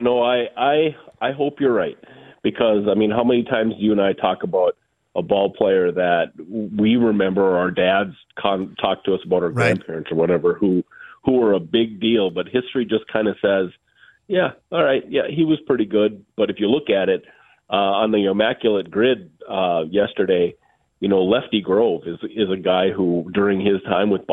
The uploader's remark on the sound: Is down with the sickness but still joins by phone.